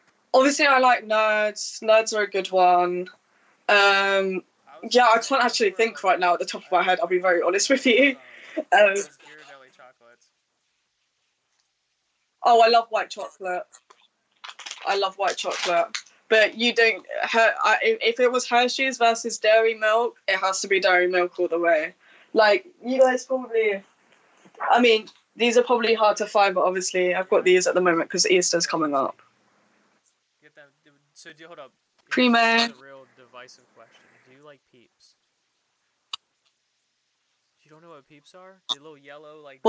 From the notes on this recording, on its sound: Sorry for the audio issues.